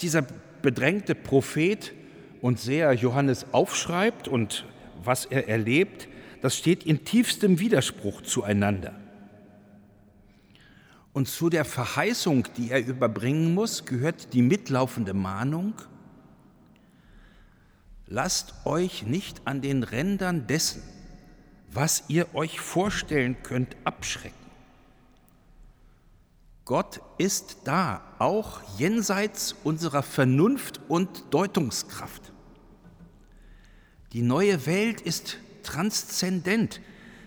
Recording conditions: large echoing room